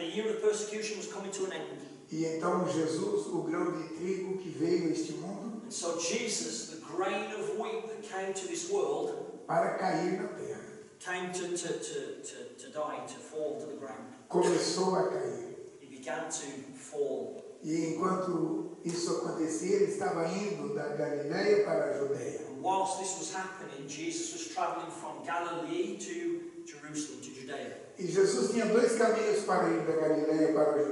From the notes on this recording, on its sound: KCC's morning service. Please note that this is a live recording and at times the audio quality may not be the best due to external circumstances.